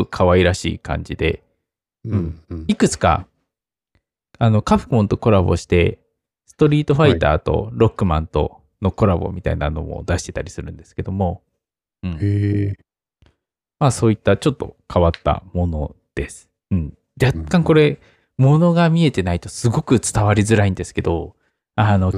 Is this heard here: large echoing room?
no